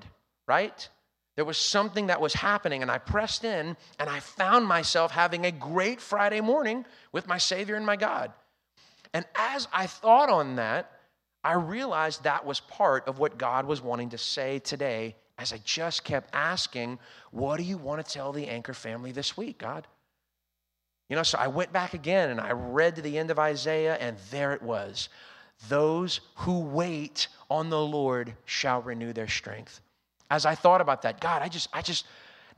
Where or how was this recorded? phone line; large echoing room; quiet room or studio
large echoing room